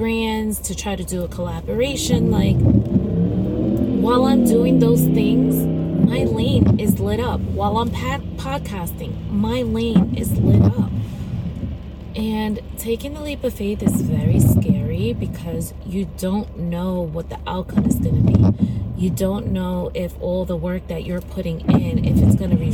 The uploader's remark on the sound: from the driver's seat of my car